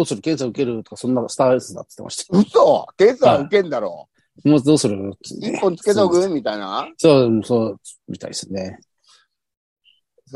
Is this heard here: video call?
yes